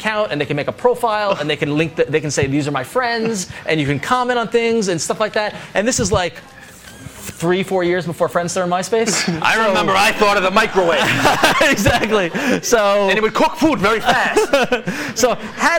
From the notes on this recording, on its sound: Recorded live in front of a comic book audience. At Jim Hanley's Universe! We talk the books of the week and take lots of audience questions.